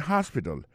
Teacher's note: accent tombé sur premier syllabe là, il y a trois syllabes.